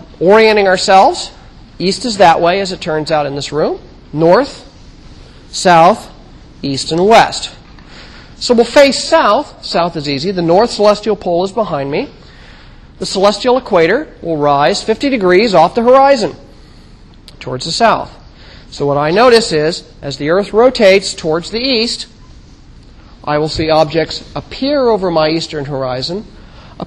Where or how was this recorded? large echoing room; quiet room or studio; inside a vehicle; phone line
large echoing room